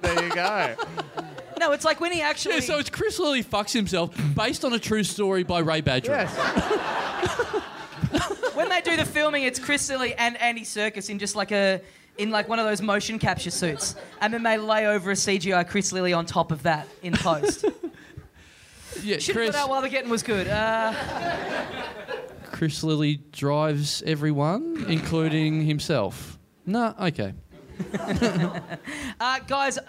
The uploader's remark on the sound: Recorded LIVE at the Cafe Lounge in Sydney on November 30, 2014.